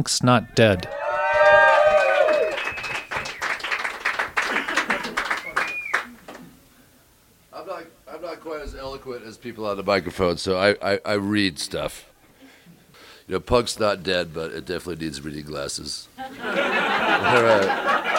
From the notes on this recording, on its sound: The acoustics—as you'll hear in a minute—were terrible for recording. That tiny crowd, with their cheers echoing off the walls, sounded enormous. I decided that the quality of the audio was too poor for the podcast.